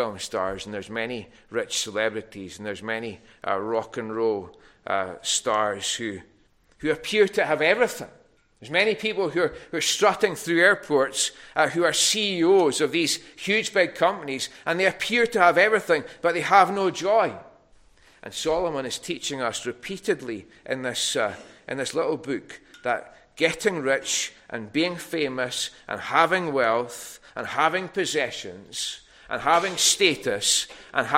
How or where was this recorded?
large echoing room